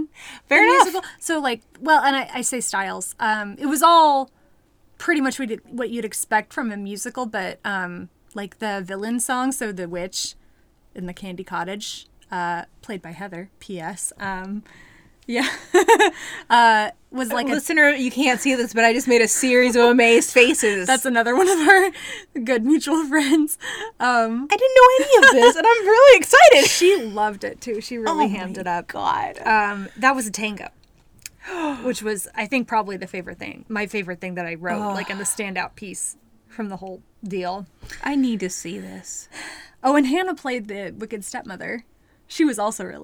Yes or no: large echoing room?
no